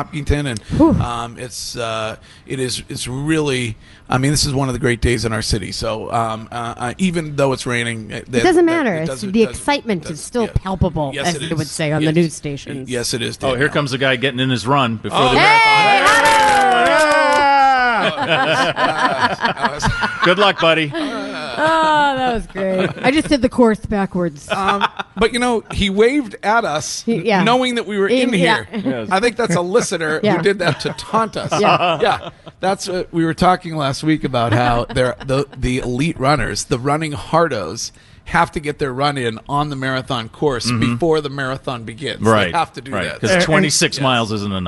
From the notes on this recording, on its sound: Broadcasting live from The Capital Grille. Finds his way to the broadcast location.